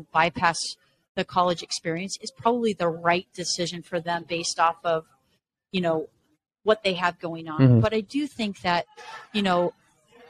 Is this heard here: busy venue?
yes